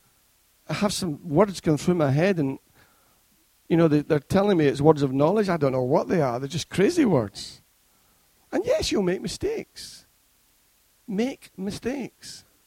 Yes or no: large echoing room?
yes